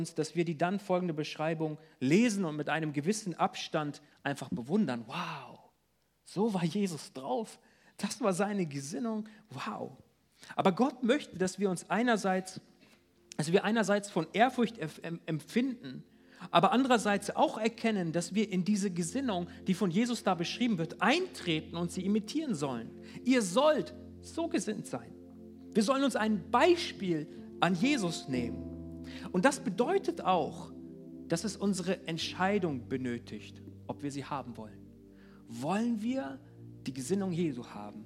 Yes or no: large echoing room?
yes